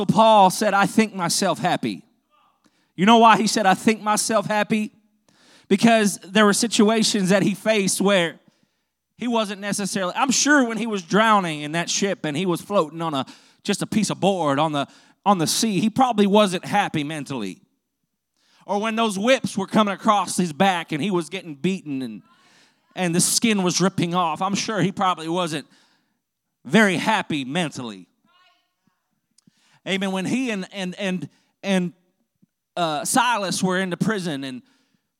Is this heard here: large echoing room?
yes